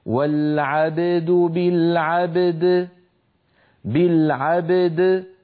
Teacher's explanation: وقفنا على بالعبد فلما وقفنا عليها سكنت الدال فلا بد من قلقلتها، وصادف أن كان قبلها باء ساكنة وهي أيضا بحاجة إلى قلقلة، فاجتمع في النطق حرفا قلقلة متتاليين